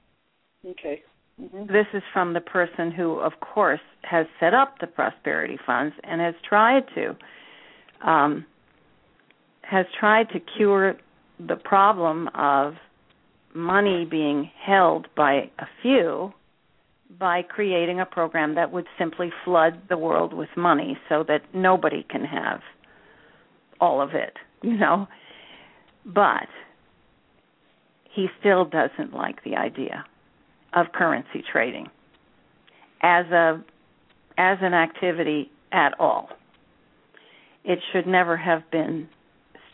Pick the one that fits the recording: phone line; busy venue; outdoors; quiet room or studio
phone line